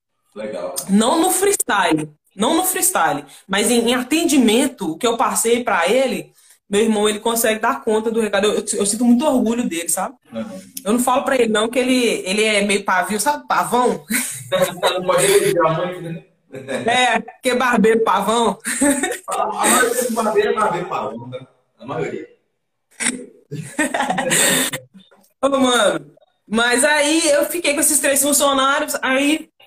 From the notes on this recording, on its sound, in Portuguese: Bate papo realizado em live no Instagram